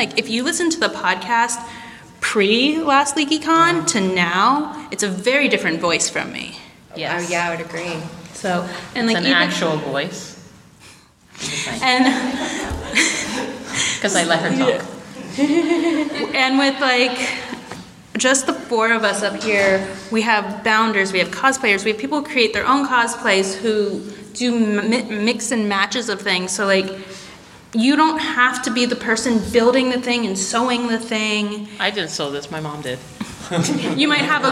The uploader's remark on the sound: Live from Leakycon. Recorded live at Leakycon Chicago.